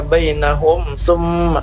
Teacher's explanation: Izhar artinya nampak atau jelas bunyi mim sukunnya, maksudnya tidak boleh dipanjangkan. · Term: izhar syafawiyah